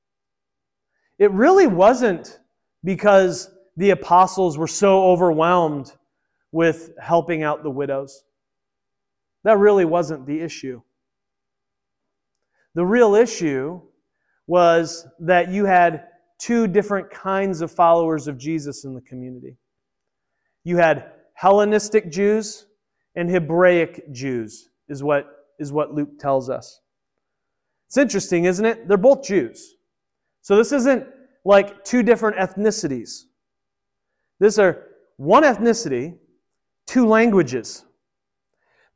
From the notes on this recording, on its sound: Originally recorded at Peace Presbyterian Church in Flint, MI.